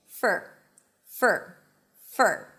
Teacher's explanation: So it's an F, a schwa sound, and an R. There is no O in the middle · IPA: fər